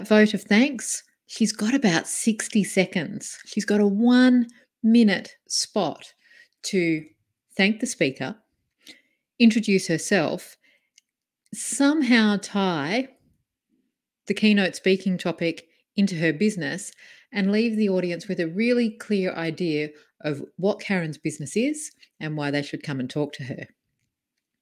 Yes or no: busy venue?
no